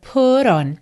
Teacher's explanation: Put on ficou ligadinho aí com rrr.